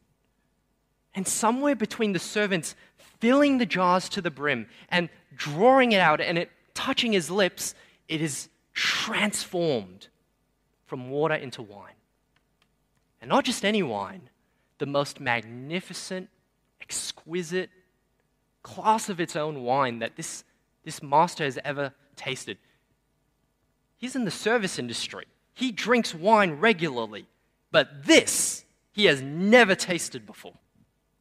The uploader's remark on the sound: Sermon preached on 15 January 2023 at Newtown:Erskineville Anglican Church.